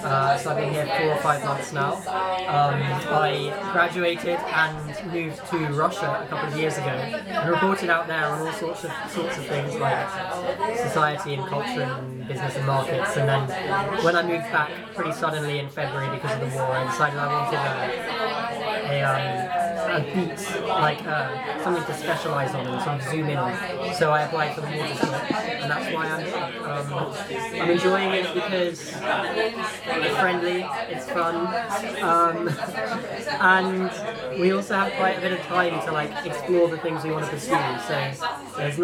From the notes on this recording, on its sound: records the podcast at The Grapes, Limehouse, one of the oldest pubs in London